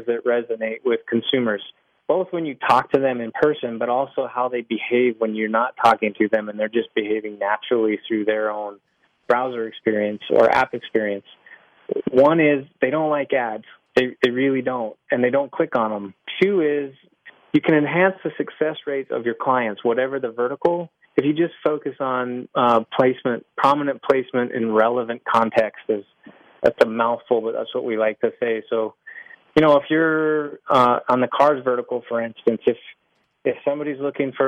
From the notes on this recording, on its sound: A follow-up phone interview to a recent podcast.